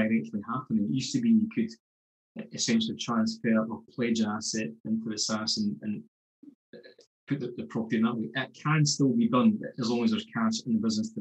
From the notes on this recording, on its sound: We recently ran an online Q&A session about SSAS pensions and their use for commercial property investments. We recorded the session so you now have a chance to listen in.